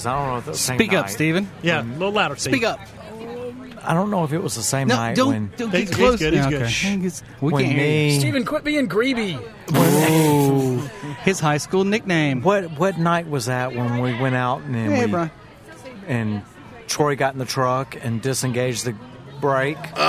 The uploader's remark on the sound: Our 4th Anniversary Show Live from Vintage.